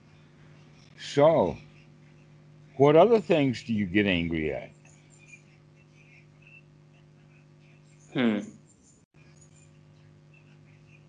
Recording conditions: video call